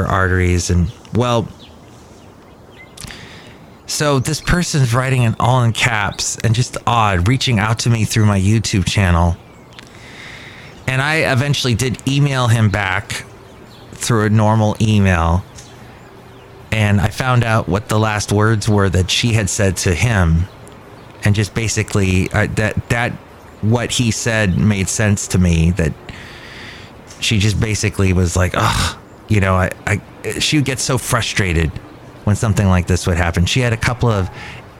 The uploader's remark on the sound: podcasts live from Cafe Anyway